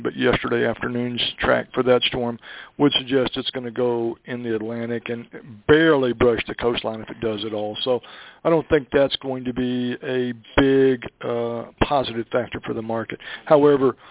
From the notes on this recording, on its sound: Monthly Conference Call On Cotton.